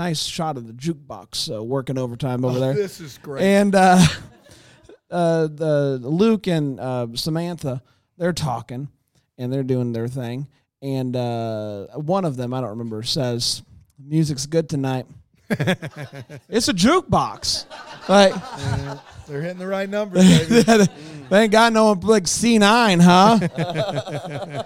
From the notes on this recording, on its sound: LIVE FROM BRAMBLE FEST